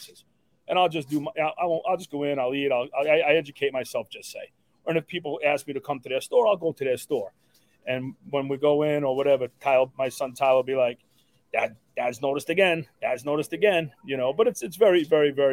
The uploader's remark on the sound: Coming to you live from the Parkwood Deli!